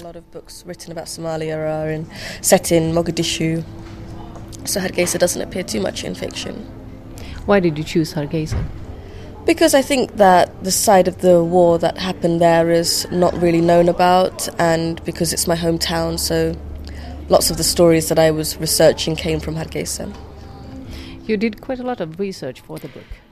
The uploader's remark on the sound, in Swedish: Bokmagasinet besöker litteraturfestivalen Helsinki LitFest.